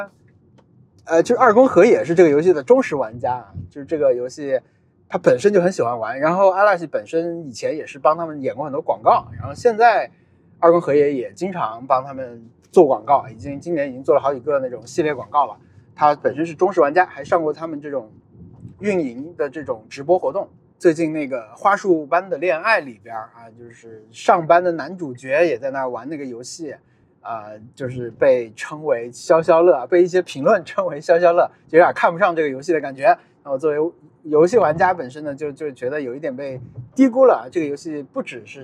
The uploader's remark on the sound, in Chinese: 本期节目在车内录制，视听体验都不怎么样。踢球回家路上。